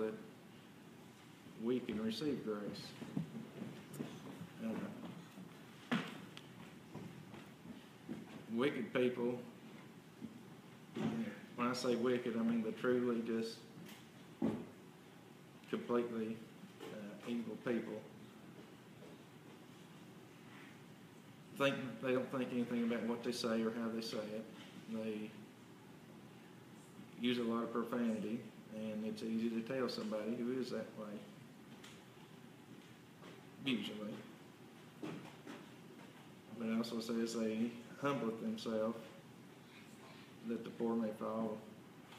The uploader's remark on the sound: This is an audio recording of the Sunday Service at Persia United Methodist Church in Rogersville, TN. The church's youth are leading this particular service.